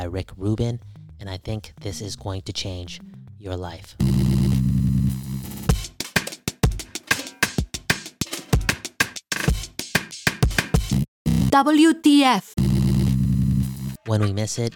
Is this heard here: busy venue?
no